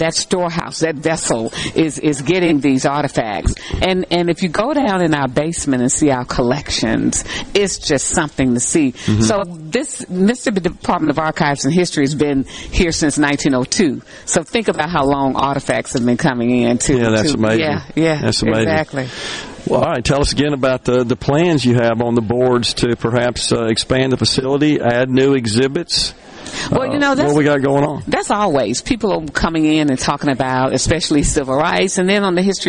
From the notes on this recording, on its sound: LIVE from The Two Mississippi Museums for their Veteran's Day festivities